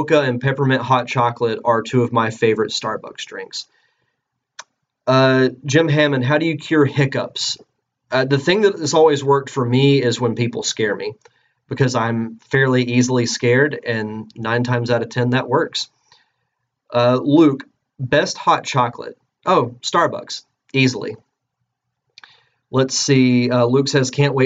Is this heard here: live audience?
no